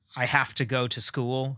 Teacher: I tucked another word in there that's unemphasized to the school instead of to school, but that's the same meter because the emphases are still the same. They're on the same syllables.